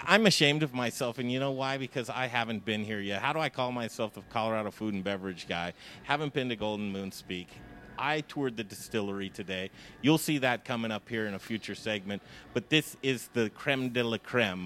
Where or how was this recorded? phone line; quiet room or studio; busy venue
busy venue